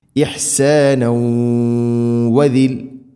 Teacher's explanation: ഇഹ്സാന ഇഹ്സാനൗ വ തൻവീനു ശേഷം വാവ് ഇദ്ഗാം ബിഗുന്ന തൻവീനിനെ വ എന്ന അക്ഷരത്തിലേക്ക് കൂട്ടി ലയിപ്പിച്ചു മണിച്ചുകൊണ്ട് ഉച്ചരിക്കണം. ഇഹ്സാനൗ വദിൽ ഇങ്ങനെ ഇതാണ് ഇദ്ഗാം ബിഗുന്ന.